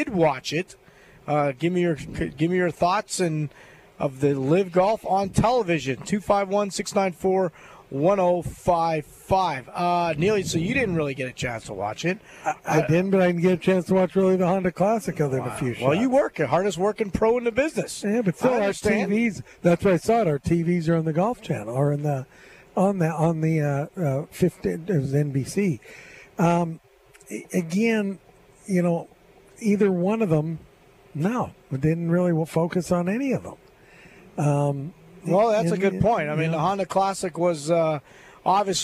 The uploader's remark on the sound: LIVE From Terry Thompson Chevrolet